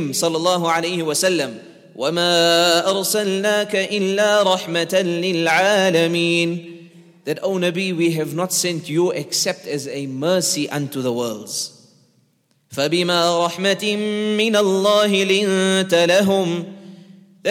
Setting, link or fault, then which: setting, large echoing room